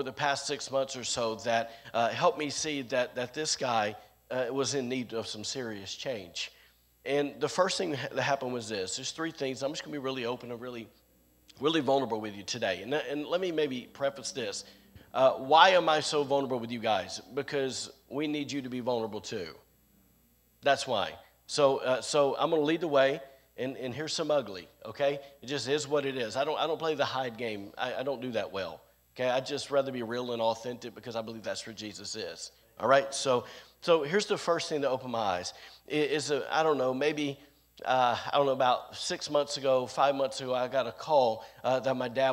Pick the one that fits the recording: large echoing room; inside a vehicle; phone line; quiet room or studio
large echoing room